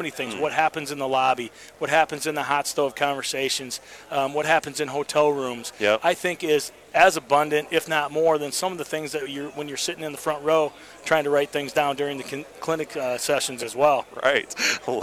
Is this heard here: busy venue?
yes